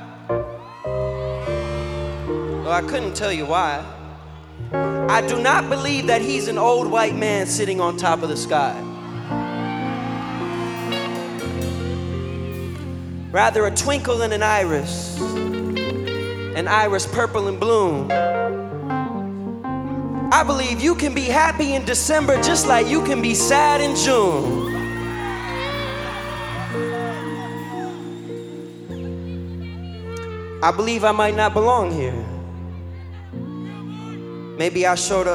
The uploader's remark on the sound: Live in Indianapolis. In other words, they were totally unrehearsed.